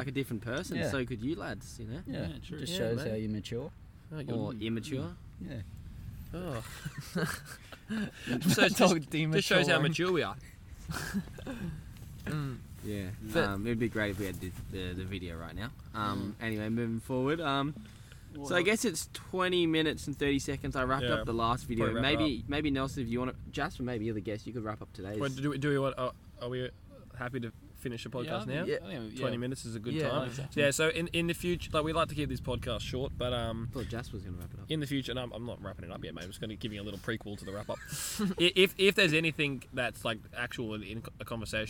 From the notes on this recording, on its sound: We recorded this podcast together in a 10 man tent whilst camping down the coast of Australia